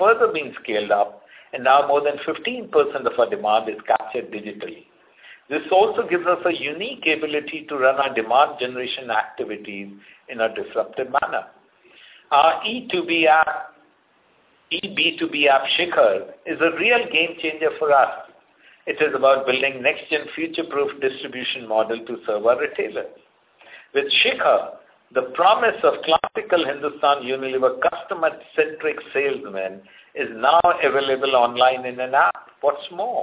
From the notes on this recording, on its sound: Results discussion/conference call